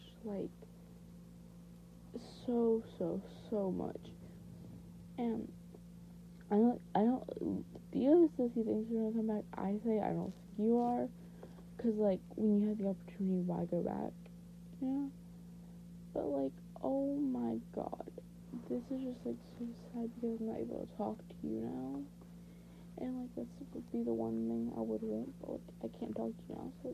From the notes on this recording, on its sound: i filmed this in bed so bad audio